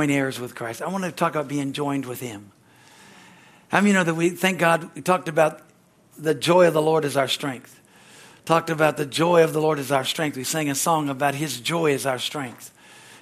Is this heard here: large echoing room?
yes